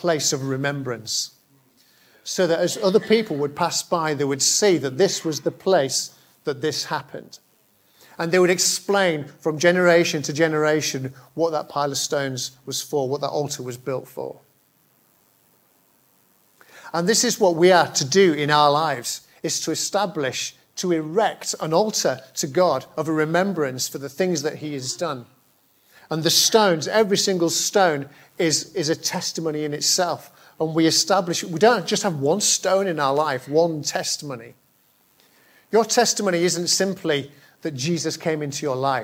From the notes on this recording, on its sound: Preached at Hollybush on 13th February 2022, my first at the church.